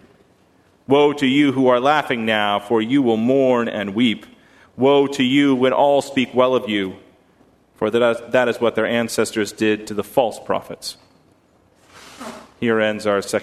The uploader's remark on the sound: At First Congregational Church of Houston.